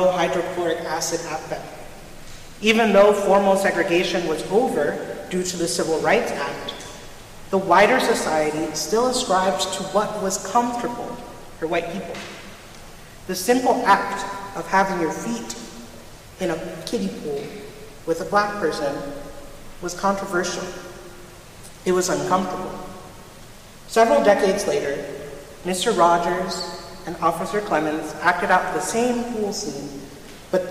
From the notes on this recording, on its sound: Recorded at Trinity Church in Princeton, NJ.